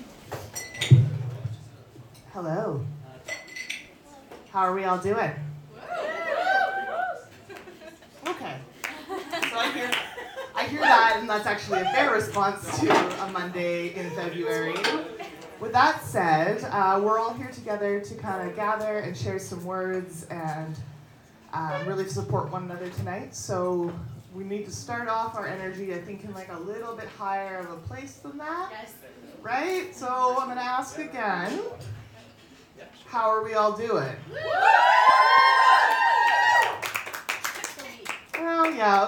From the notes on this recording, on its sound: Recorded at the February Expressions spoken word open mic at Cafe Koi. Recorded at the February Expressions spoken word open mic at Cafe Koi. All these people together in a space sharing art and having fun.